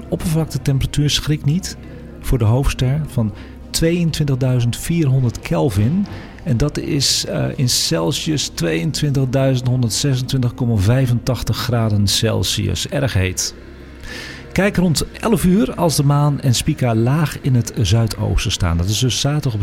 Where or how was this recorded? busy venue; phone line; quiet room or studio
busy venue